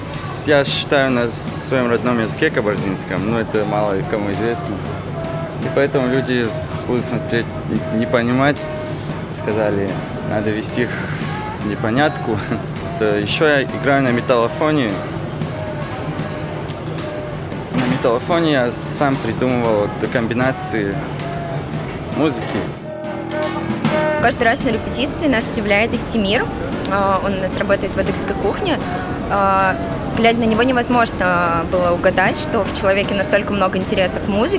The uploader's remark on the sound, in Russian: Поэтому тоже посетили рынки, записали этих людей и эту музыку.